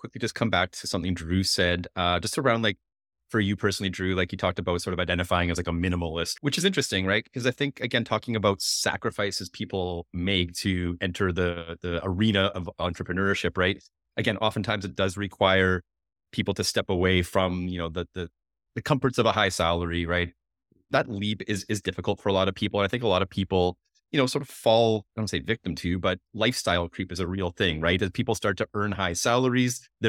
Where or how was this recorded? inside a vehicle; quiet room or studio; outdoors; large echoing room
quiet room or studio